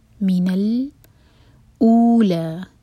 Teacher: حمزہ پر ضمہ ساتھ میں واو تو دو حرکہ لمبا کھینچیں گے